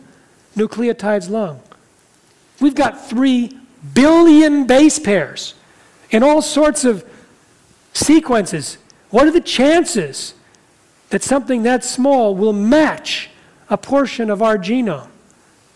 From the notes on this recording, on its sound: talks in front of a live audience